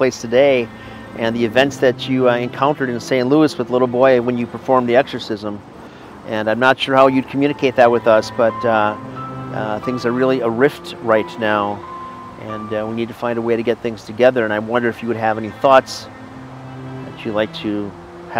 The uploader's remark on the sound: Exorcist Ghost Hunting in Calvary Cemetery. Real audio capture from our ghost hunting ventures.